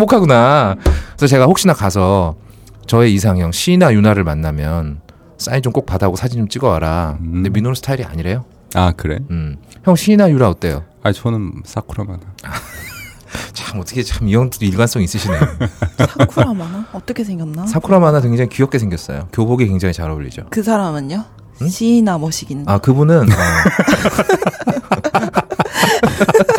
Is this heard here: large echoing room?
no